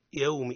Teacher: يومي الواو ساكن ومرقق رخوي ولين